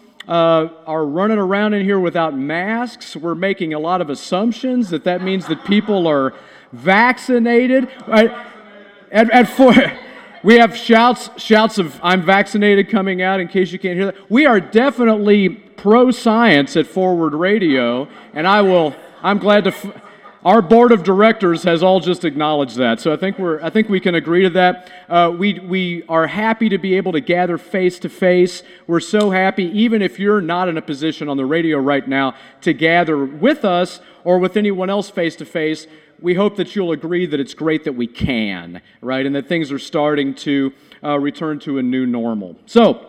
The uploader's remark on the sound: WFMP pulled volunteers, supporters, and friends of the station together for a special celebration. Listen in to hear a recording of our live broadcast from the party.